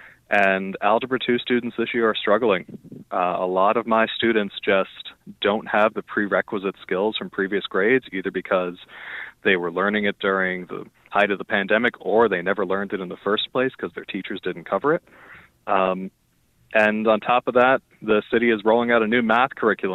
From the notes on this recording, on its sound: Teachers call in to tell us how they’re doing this year.